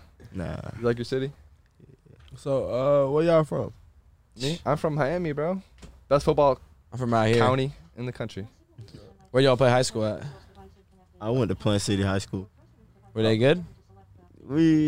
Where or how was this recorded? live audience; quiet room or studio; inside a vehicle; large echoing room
inside a vehicle